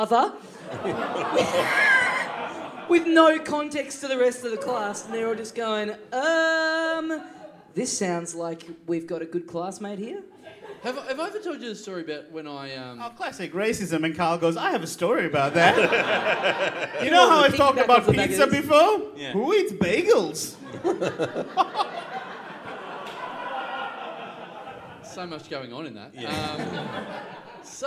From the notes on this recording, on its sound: Recorded LIVE at The Producer's Bar in Adelaide on August 12, 2014.